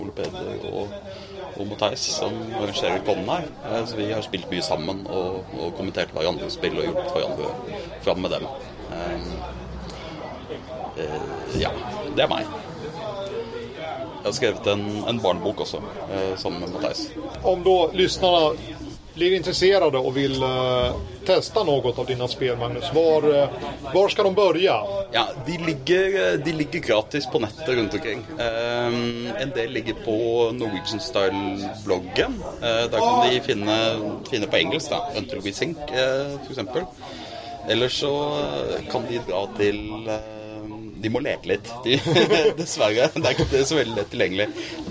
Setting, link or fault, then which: fault, wind noise